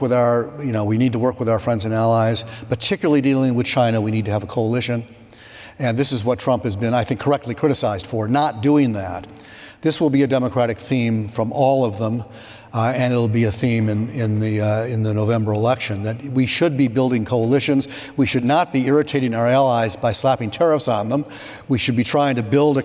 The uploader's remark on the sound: Trade Guys on the Road: RILA Supply Chain Conference Edition Part 2. Live from the Retail Industry Leaders Association Supply Chain Conference in Dallas, Texas.